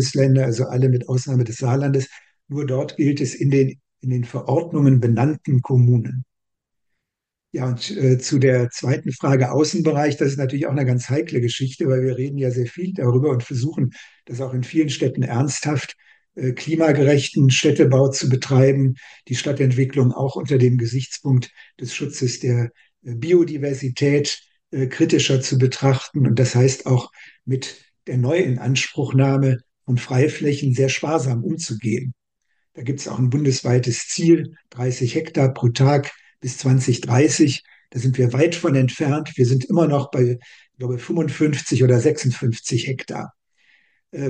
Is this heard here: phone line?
no